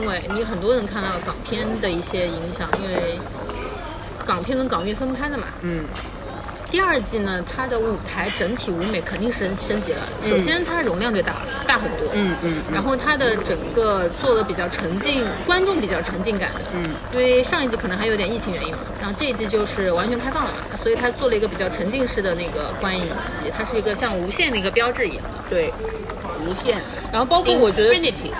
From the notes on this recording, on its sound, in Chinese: 本期节目在火锅店录制，手机就放在了火锅旁边，可能会听得一耳朵油，先说抱歉。鼎王无老锅。